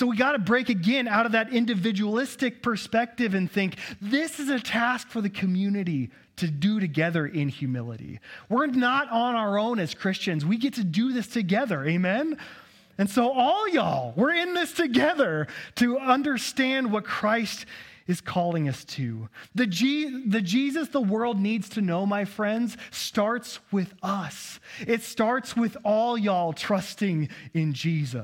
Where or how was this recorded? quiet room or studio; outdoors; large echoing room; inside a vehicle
large echoing room